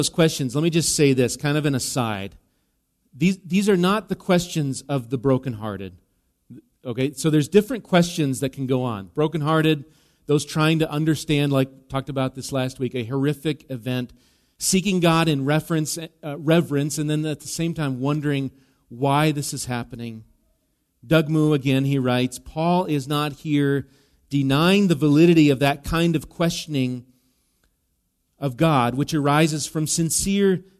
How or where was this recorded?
large echoing room